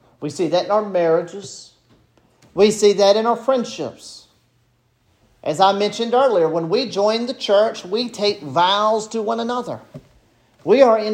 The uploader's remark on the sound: This sermon was preached at Bethesda Presbyterian Church on April 16, 2023.